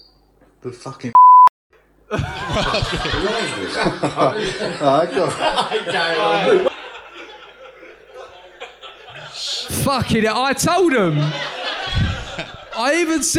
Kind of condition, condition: setting, live audience